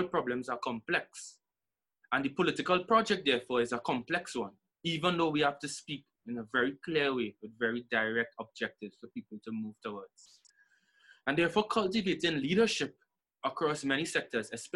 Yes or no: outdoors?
no